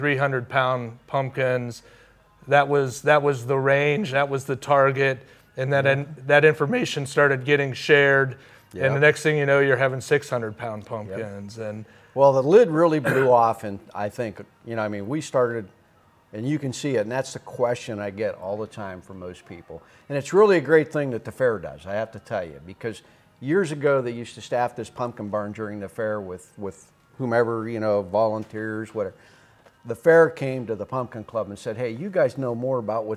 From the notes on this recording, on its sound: recorded onsite at The Canfield Fairgrounds!